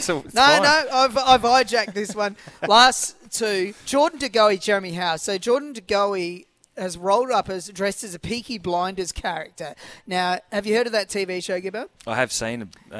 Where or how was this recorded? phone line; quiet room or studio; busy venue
busy venue